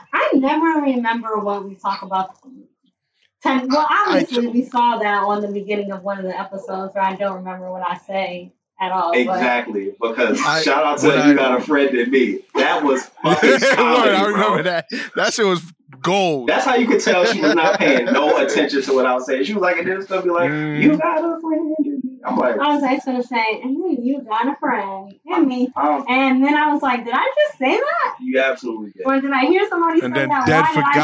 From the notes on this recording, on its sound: Sorry in advance for this week’s audio.